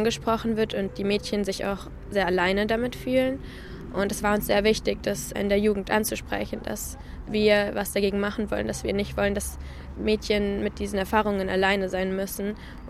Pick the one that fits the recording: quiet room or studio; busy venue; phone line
busy venue